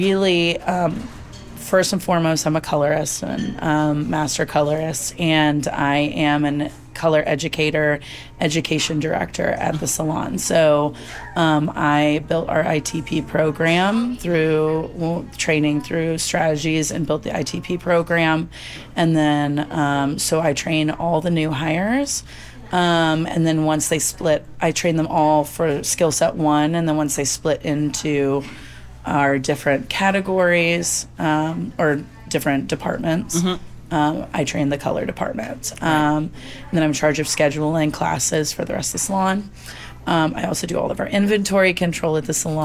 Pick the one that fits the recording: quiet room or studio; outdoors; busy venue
busy venue